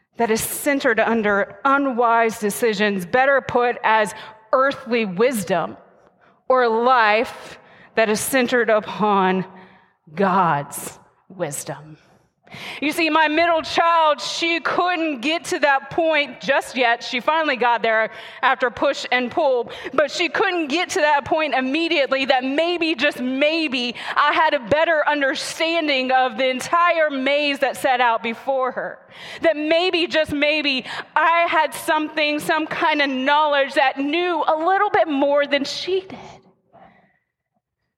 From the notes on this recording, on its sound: the message recorded live at Covenant